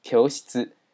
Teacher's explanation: 很多目前这个中文字呢，虽然已经改变成，都念成齿龈音了，可是在日文当中还维持念着是软腭音